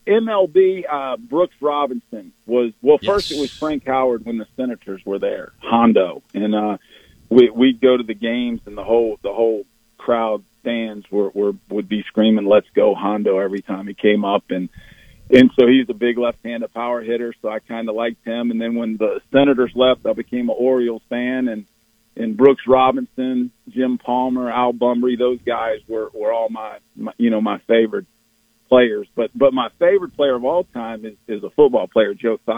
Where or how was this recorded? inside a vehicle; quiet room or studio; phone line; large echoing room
phone line